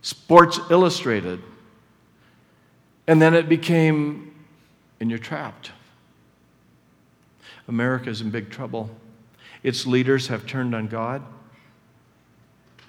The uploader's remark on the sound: Session 3 from the 2010 Southwest Men's Conference.